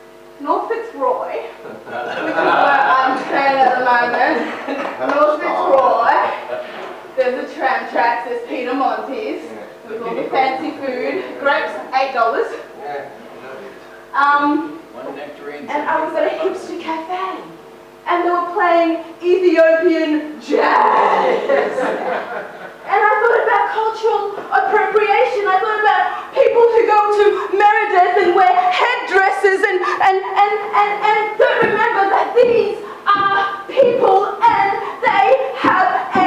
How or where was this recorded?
live audience